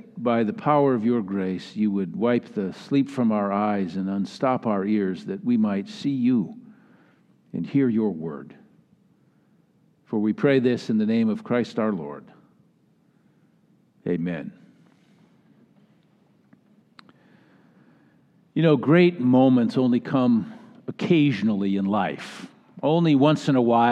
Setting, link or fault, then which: setting, large echoing room